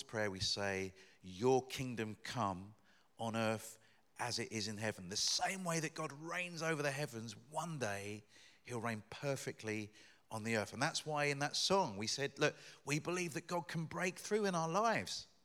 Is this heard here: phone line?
no